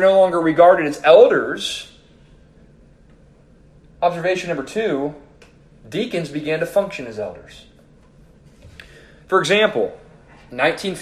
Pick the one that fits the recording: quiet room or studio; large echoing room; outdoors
large echoing room